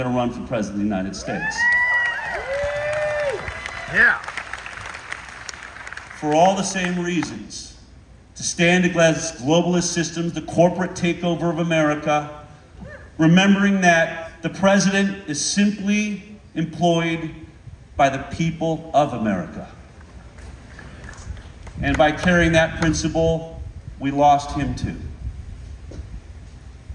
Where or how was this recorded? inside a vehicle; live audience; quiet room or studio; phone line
live audience